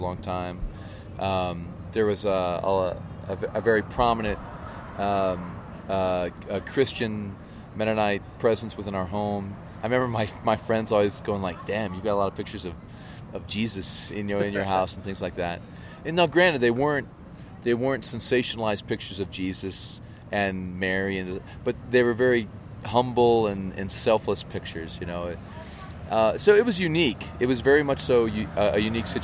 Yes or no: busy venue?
yes